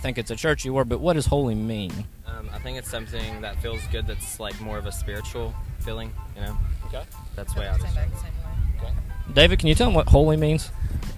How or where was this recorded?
busy venue